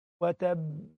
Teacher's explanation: فلما أجي أقلقلها لأنها أقع عليها لازم أقفل الفم عليها شوية، أقلقلهاش مباشرة لأنها مش باء واحدة، تآني. فأقول وتبأ، قف شوية وتبأ، أقفل عليها ليه؟ · Term: شدة